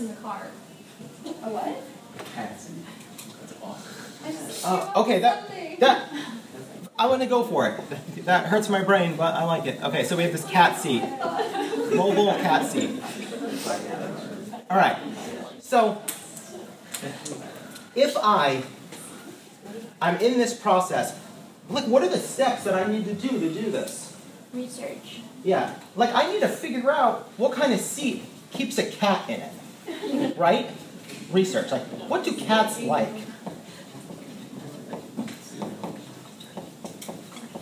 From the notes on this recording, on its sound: Recorded in Ideation + Process class at Minneapolis College of Art & Design, July 2015.